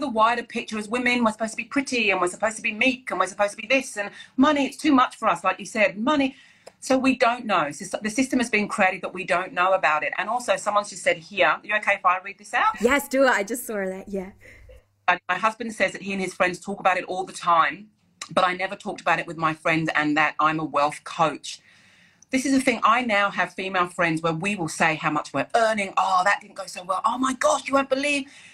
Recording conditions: video call